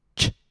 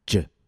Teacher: If you can do the tongue position and movement for one, then you can do it for the other. The only difference between these two consonants is that for J, we also use our voice. We vibrate our vocal folds. · Term: voiced pair